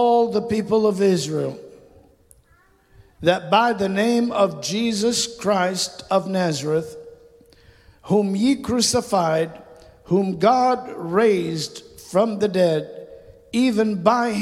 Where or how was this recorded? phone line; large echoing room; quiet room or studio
large echoing room